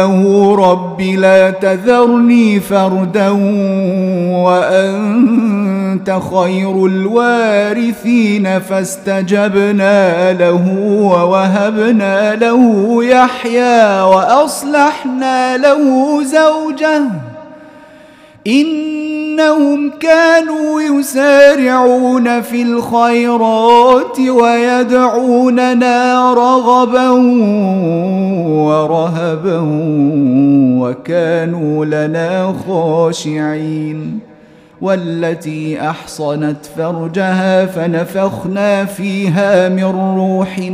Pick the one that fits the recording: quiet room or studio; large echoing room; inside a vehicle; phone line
large echoing room